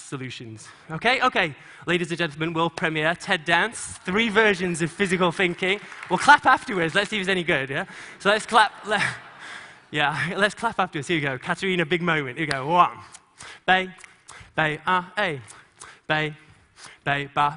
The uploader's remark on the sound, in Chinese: 在TEDGlobal的舞台上。